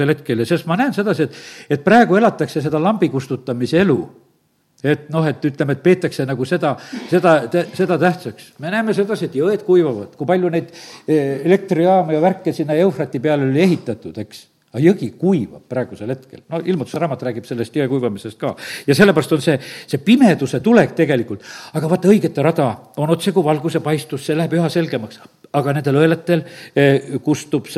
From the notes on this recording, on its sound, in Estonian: Audio salvestus koosolekult